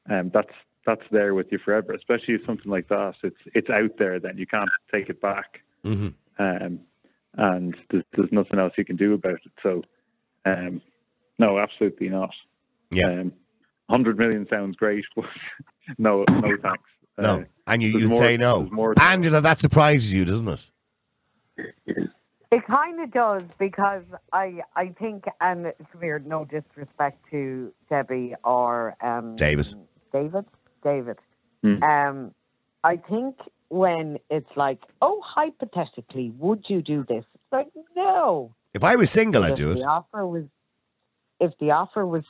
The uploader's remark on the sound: Opens up the phone lines to hear different perspectives on this complex issue, and the callers share their varied opinions.